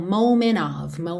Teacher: A gente pode omitir o som do t e juntar direto o n na próxima vogal.